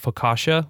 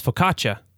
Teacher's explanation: in common kind of English, especially American English parlance, we would call it focaccia with this like soft SH · Shown in: first take